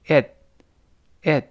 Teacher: 后面那个 t 读快之后失去爆破了